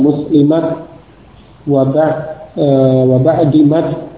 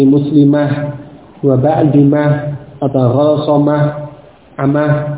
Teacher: ketika waqaf ini dibaca dengan huruf ta, tidak diganti ke huruf ha · Shown in: first take · tidak menjadi muslimah wa ba'dimah atau ghasamah amah, tidak seperti itu, tetapi tetap dengan ta.